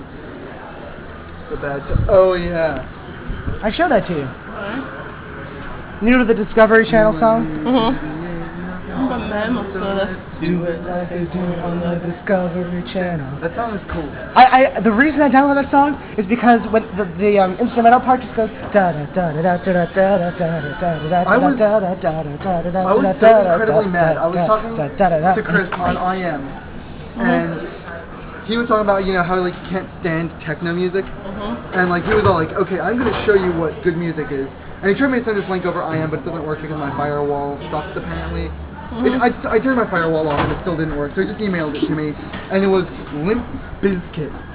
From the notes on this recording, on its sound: it is our first official recorded on-the-street meetup